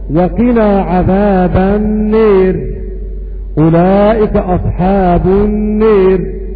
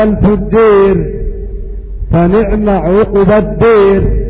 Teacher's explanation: يميلان الألف الواقع بعدها راء مكسورة متطرفة · Term: إمالة